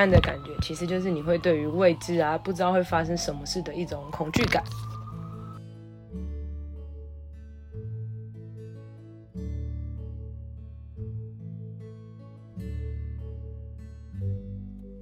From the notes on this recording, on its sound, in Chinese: 就在我錄音的同時，外面還不斷的有救護車來來回回